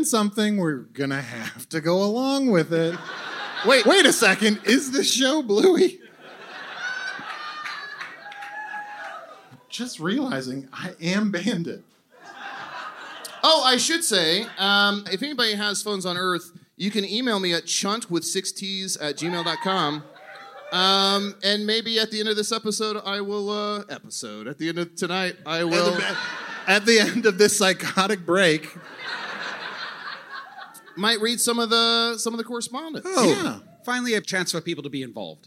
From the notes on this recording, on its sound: Recorded live at the Bell House in Brooklyn.